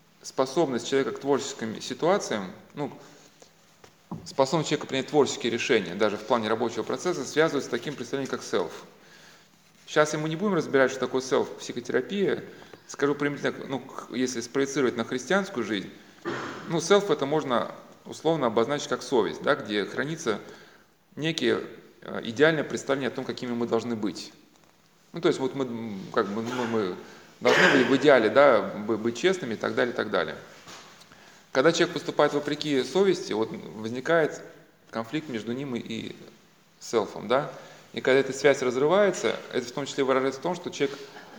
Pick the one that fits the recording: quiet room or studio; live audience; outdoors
live audience